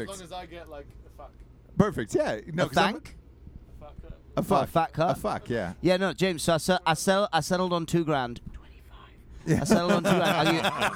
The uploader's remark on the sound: Live from the back of a tour bus at "Welcome To Rockville" in Jacksonville, Florida. WARNING: we were all heavily drinking.